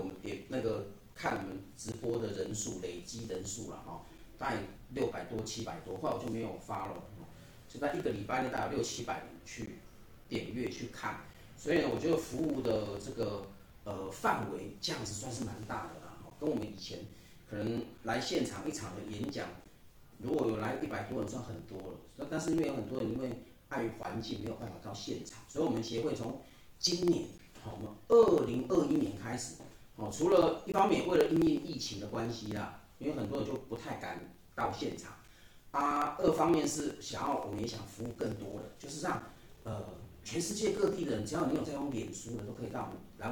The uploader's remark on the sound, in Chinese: 台南EQ協會。這集的聲音比較小聲，音質比較不好。